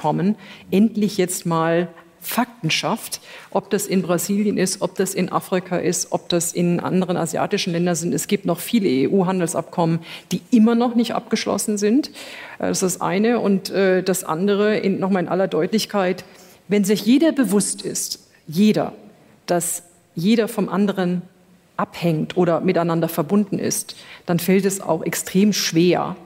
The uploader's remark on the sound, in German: Die Diskussionsrunde wurde auf dem Ludwig-Erhard-Gipfel aufgezeichnet.